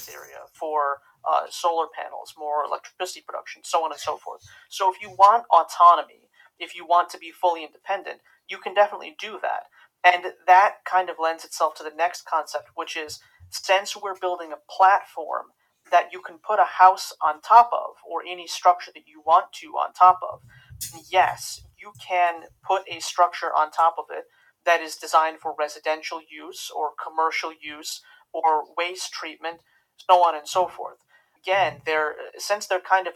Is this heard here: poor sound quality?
yes